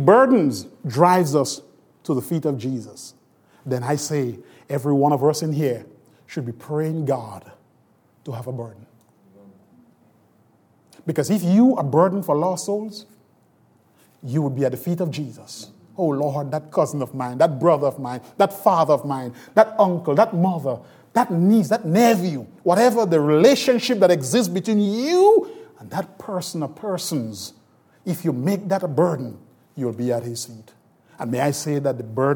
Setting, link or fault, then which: setting, large echoing room